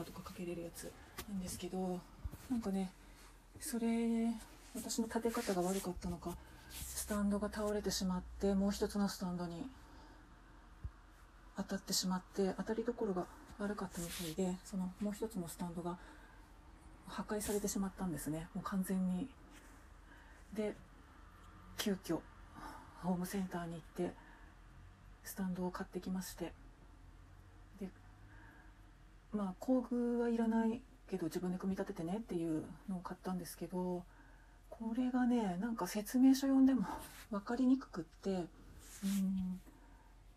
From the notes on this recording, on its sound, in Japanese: 拭き掃除しながら収録してごめんなさい